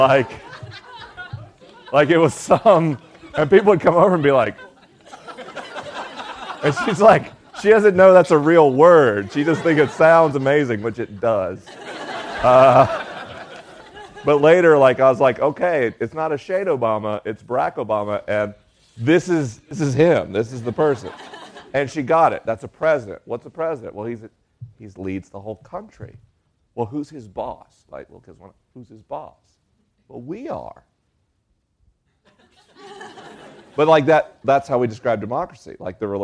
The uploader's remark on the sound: LIVE in Nashville, TN. This week is a live episode: the questions are unscreened and the answers are unrehearsed. I'm traveling around the country on tour.